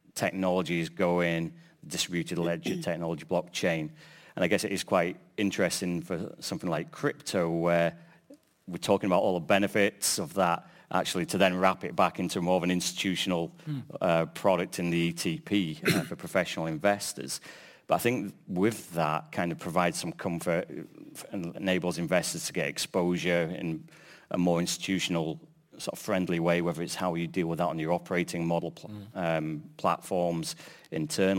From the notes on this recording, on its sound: Panel Discussion (Annual Conference 2023). Our recent Irish Funds Annual Conference, held in Dublin.